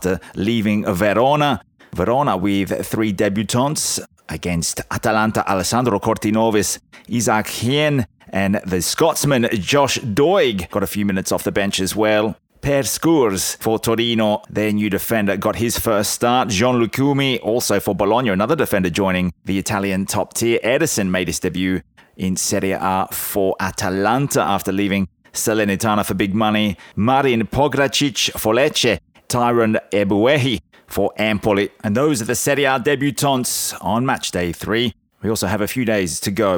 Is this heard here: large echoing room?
no